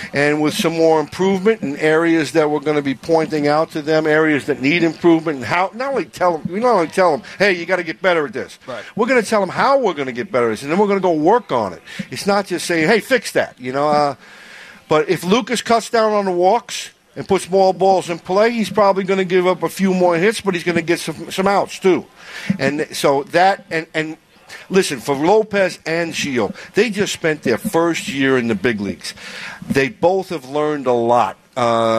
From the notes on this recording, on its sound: live from SoxFest 2019